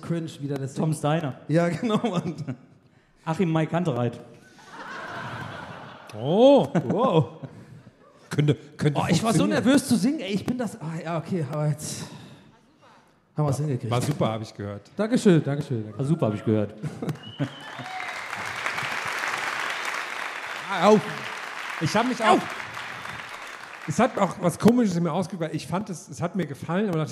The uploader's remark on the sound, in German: Gästeliste Geisterbahn war live in Bremen.